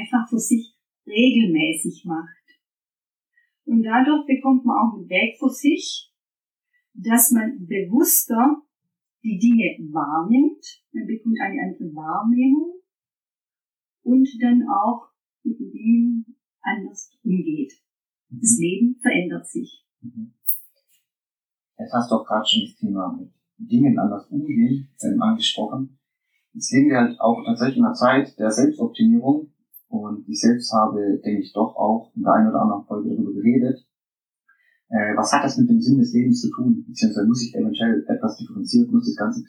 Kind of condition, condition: fault, poor sound quality